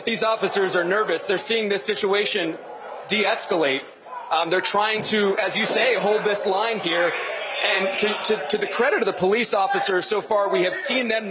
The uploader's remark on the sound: Live Coverage: Protests in Atlanta and Minneapolis. Live coverage of protests at the CNN Center in Atlanta and in Minneapolis as their city-wide curfew begins.